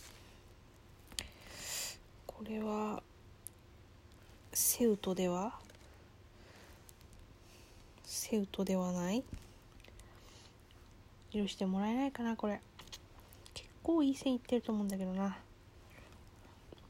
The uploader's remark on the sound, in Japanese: From Radiotalk。作業中の雑音注意。